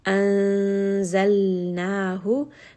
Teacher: So we see there is a nun sakin followed by one of the ikhfa letters, meaning that we will hide that nun sound within the makhraj of the next letter, which is the letter zay. Anzalnahu, lam has tawassut, rest on this for a moment.